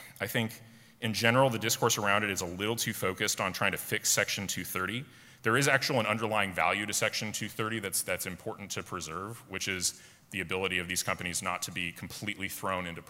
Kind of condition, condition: setting, live audience